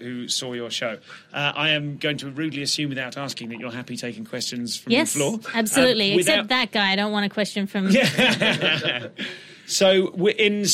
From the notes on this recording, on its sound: Live at The Vintage Mobile Cinema, Edfringe. Moments after the entire audience had enjoyed her superb show "Ethos".